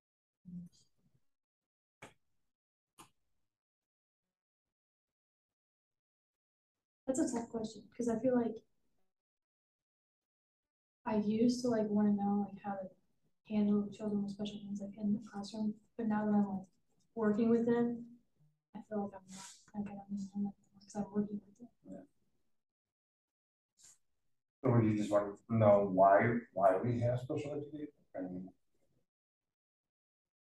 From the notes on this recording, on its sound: This is the first recording of ED330 class. The audio quality of this episode is not the best. I will be working to improve the audio quality over the next few weeks as I get familiar with the equipment.